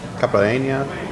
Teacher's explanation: Nice rolling of the R, by the way.